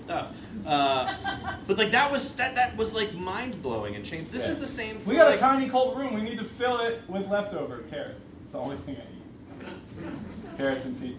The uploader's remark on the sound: Live at the SteelStacks Improv Festival